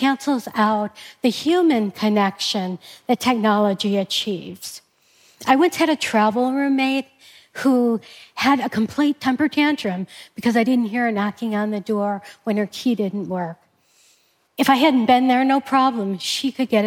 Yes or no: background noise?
no